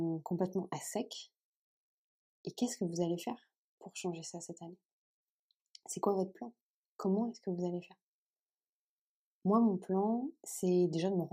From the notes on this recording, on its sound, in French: Petit problème de son, mais ça me semble consommable.